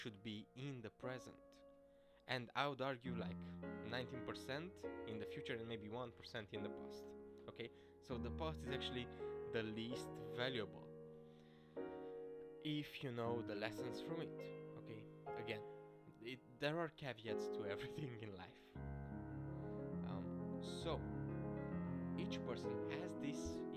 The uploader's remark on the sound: the sound is too low despite my actually taking time to record this properly